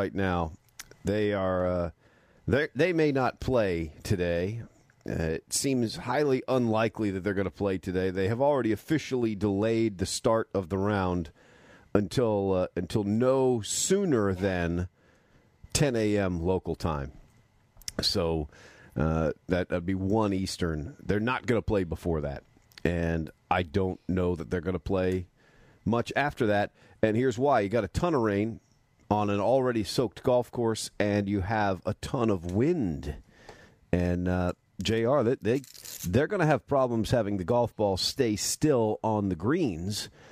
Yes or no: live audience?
no